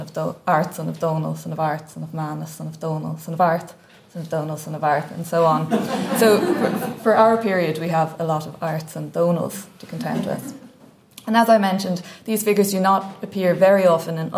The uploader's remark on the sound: at the 2023 Tudor and Stuart Ireland Conference